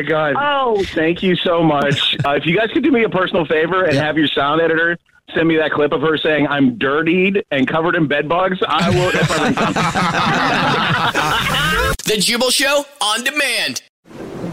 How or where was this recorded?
phone line